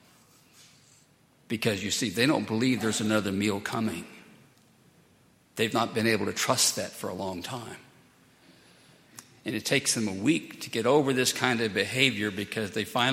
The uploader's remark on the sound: at Highland Baptist Church